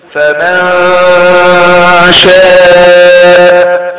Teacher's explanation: كأن نقول مثلا حرف الشين حروف الإخفاء نقول فما شاء كده ما أظهرناش النون ولا تبعناها، حصل إخفاء أخفناها وغنيناها وقلنا مقدار حركتين ونطقنا حرف الشين من مخرجه فدخل في الغنة بتاعة النون فلم